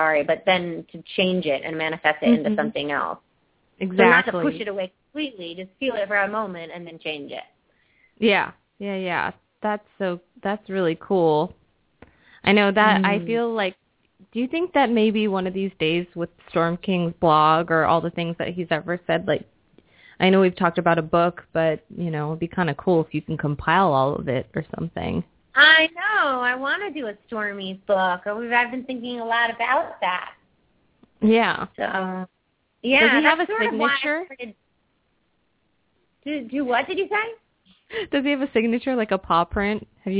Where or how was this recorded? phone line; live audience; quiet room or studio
phone line